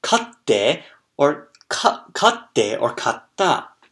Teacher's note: a small tsu sound, and it causes what's called a glottal stop, or a small pause between both parts